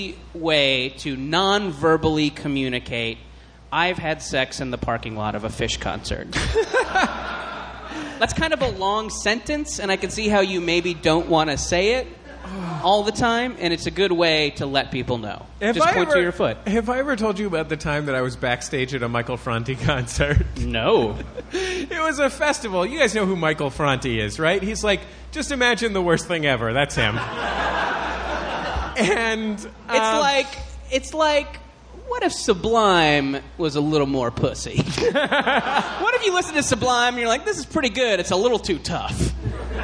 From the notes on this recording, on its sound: Live from Riot LA!